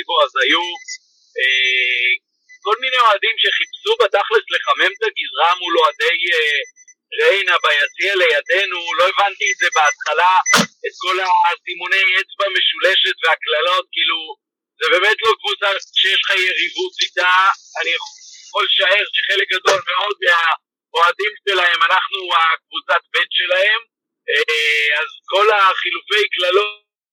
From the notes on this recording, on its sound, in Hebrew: הוקלט במכוניות בדרך חזרה מהמשחק